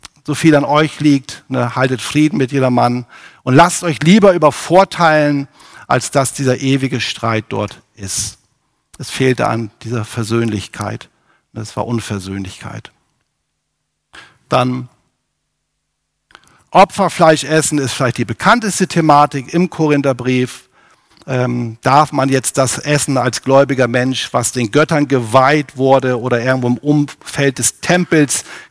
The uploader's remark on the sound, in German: aus dem MBG-Gottesdienst der Missionsberg-Gemeinde (LM)